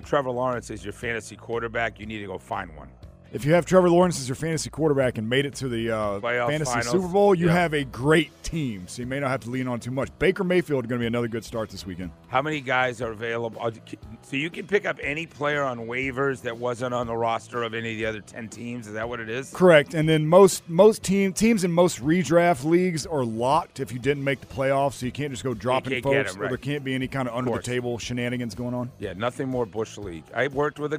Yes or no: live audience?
no